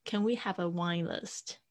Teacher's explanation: Can we have the winelist？都可以啊。就是说呢，因为可能讲了好几句都是上扬的，这边休息一下。Can we have a winelist？OK，这边呢特别注意一下 can 的发音，C AN。我们呢发得很夸张的时候都要 can，can。但是呢加的这个 can， cannot 不是可以缩写变成 can't，对吧？所以在美语里面，它的发音有点好玩，就是 can，它很多时候在句子里面是发 can 的声音，所以它是很轻